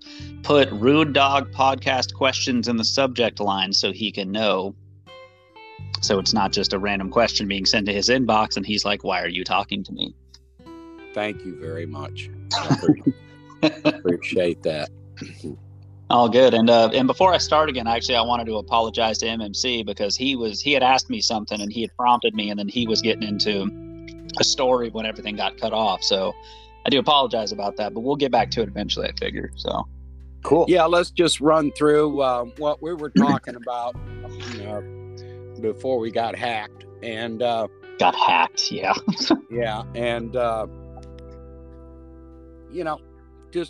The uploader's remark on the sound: Just out driving around St. Petersburg that I get on the line and talk to a few people.